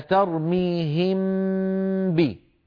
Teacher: صوت الميم مستقل تمام الاستقلال عن صوت الباء، وفيه شبه بالإدغام من حيث إن المخرج يرتفع عن الميم وعن الباء ارتفاعة واحدة مشبها للإدغام، ولكنه أيضا مخالف له لأن الميم لم تتحول إلى باء. · Term: الإخفاء